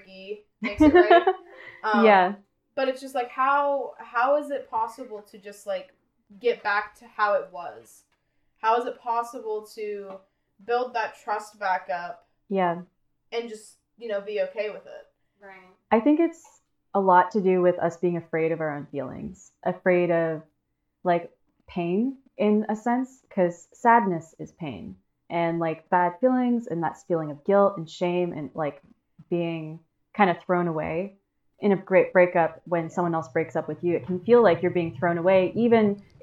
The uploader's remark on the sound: We are just getting started so please forgive the bad audio as we launch this project. We have yet to get better equipment than our in PC mic.